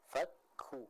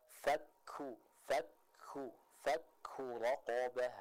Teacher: Contoh fakku, ini kurang tepat. Yang tepat kita baca sidahnya, lalu setelah itu kita keluarkan sedikit udara untuk menyempurnakan sifat hamas yang dimiliki oleh huruf kaf tersebut. · Shown in: second take